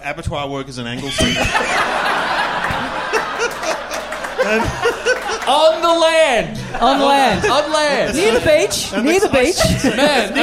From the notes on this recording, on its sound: We're LIVE from Melbourne